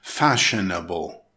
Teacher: It's pronounced fashionable, with emphasis on the first syllable.